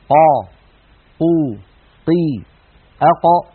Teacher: القاف كما نعلم يا إخوة من أقصى اللسان مع ما يحازيه من الحنك الأعلى · Term: حرف القاف